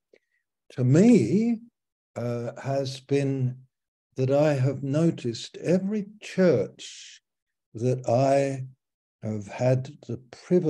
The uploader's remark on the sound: Malaysia Meets (Zoom)